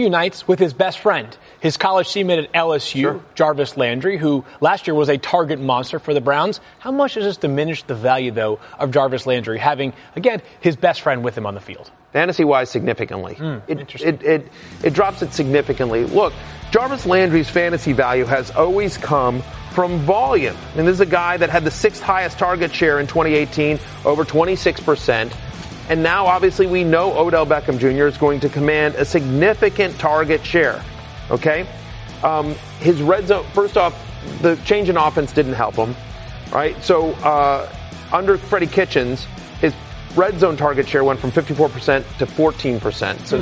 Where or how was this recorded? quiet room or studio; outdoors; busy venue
busy venue